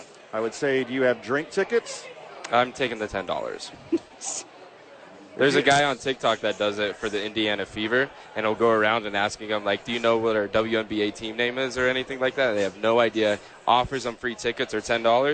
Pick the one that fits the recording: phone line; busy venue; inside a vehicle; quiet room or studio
busy venue